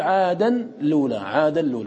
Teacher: فأدغم اعتدادا بحركة اللام العارضة